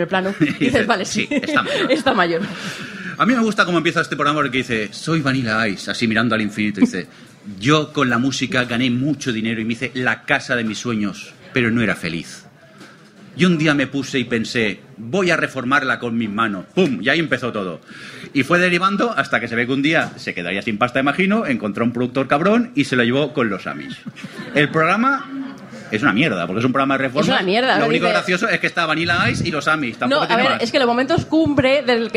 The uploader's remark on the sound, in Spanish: tuvimos la oportunidad de hacer en directo con público, nuestro Tercer Especial Telebasura desde las Decimas Jornadas de Podcasting , que se celebraron en Zaragoza